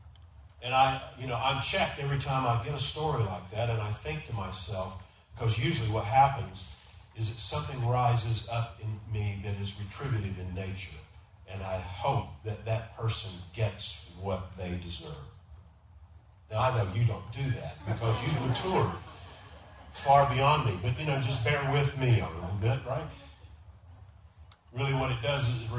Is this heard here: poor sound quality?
yes